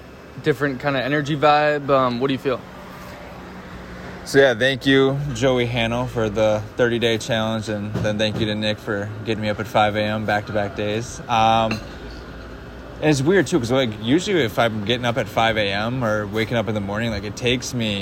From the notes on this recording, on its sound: In second the part they record live from a cafe after being in Playa Del Carmen for 24 hours.